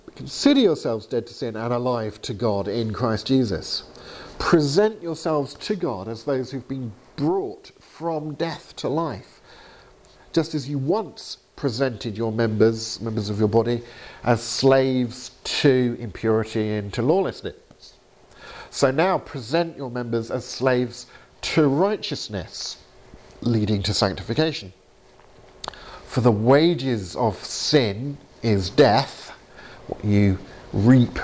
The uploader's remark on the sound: Training seminar at Highfield Church, Southampton, October 2019.